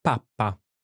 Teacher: I think that was double P because you closed your mouth.